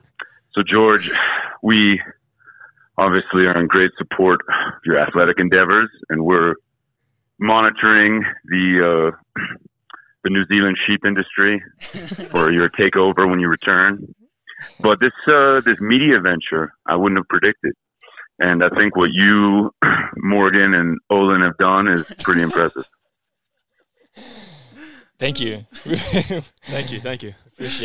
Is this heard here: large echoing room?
no